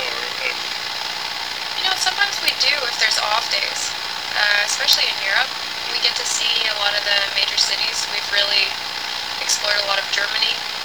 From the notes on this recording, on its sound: Complete with bus noise.